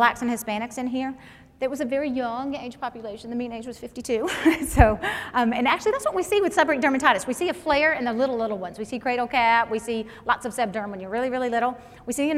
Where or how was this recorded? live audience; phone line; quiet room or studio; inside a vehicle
live audience